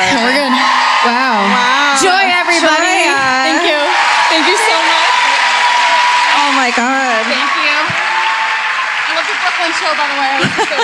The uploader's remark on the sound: Live at the Chevalier Theatre in Medford, MA.